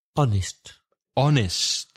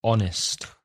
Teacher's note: The H becomes silent.